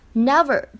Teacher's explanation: 注意一下英美的发音区别。never 当中呢，有一个摩擦音，v，需要上齿摩擦下唇 · IPA: ['nevə(r)]